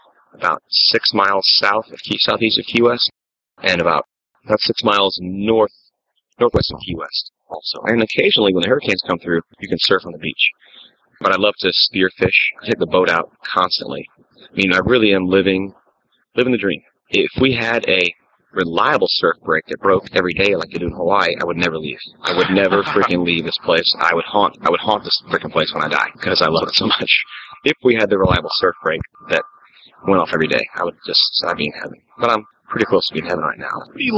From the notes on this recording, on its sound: recorded right on the street in Key West